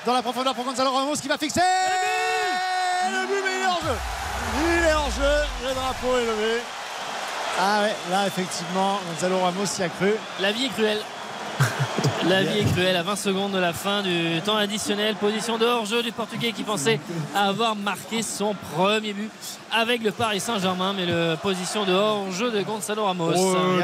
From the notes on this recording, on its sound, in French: en direct du Parc des Princes